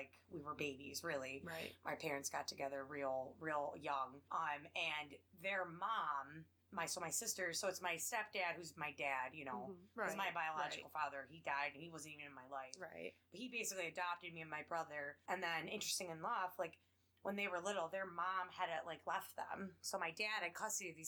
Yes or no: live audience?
no